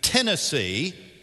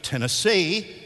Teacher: put the emphasis on the first syllable, they're obviously from East Tennessee · Shown in: first take · If they say it correctly, Tennessee, you know that they're from Nashville.